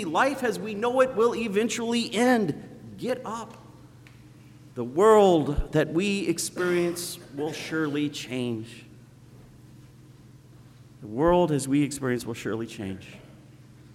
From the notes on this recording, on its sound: Sermon preached on Sunday, December 1st at Zion Lutheran Church in Muscatine, Iowa.